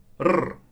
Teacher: Rolled much more than in English.